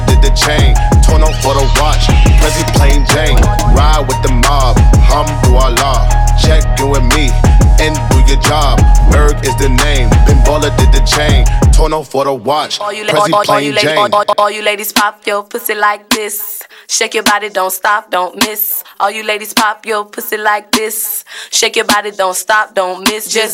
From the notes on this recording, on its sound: Live set from Houston Hall, NYC. Live set from Houston Hall, NYC.